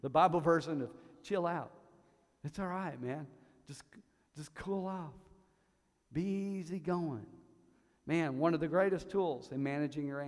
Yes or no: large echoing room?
yes